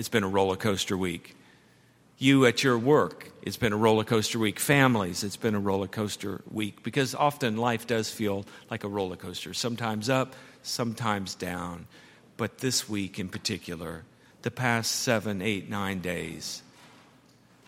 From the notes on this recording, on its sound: at Highland Baptist Church